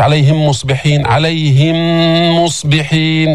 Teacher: بدك توقف حركتين تجيب الغنة من الخيشوم · Term: إدغام المتماثلين الشفوي